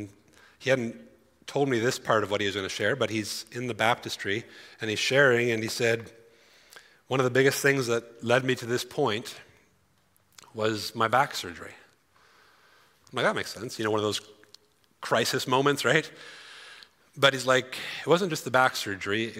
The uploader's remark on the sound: Grow Conference 2023: Session 3. During our 2023 Grow Conference!